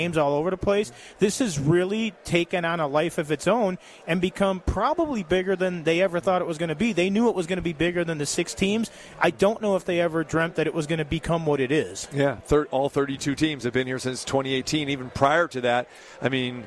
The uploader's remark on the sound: Live from The Thomas & Mack for the NBA Summer League